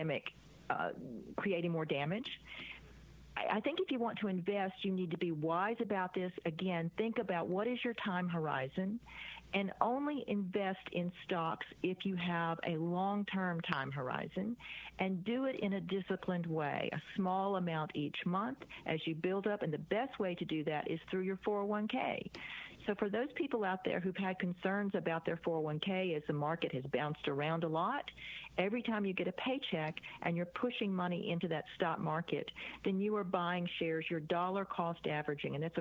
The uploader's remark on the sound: In addition to answering your phone calls and emails. Various phone calls touched on other topics.